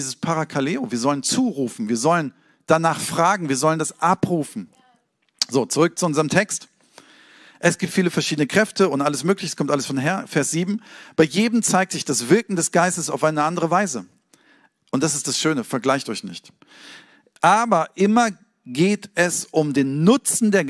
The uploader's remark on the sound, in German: Sonntagspredigt aus dem Standort Bochum.